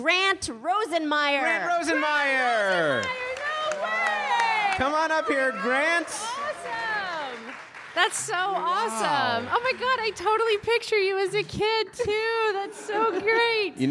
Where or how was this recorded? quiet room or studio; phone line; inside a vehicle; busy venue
busy venue